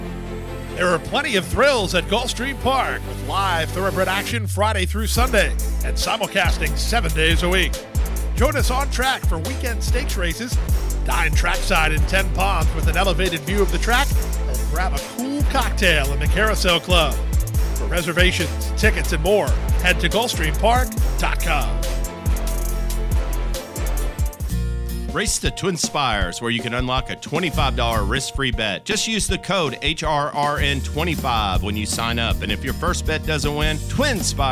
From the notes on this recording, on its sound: HRRN’s Brisnet.com Call-in Show